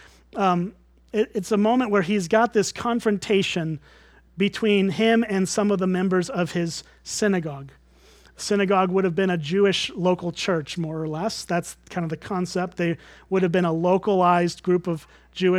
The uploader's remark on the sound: at Springbrook Church in Antigo, WI.